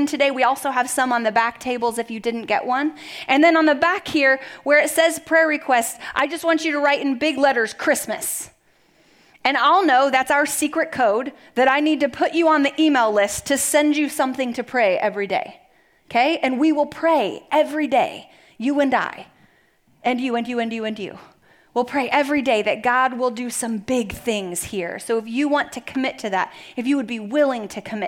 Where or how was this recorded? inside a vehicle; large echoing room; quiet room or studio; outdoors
large echoing room